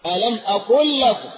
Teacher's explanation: وألاحظ أن هذا الإدغام لا غنة معه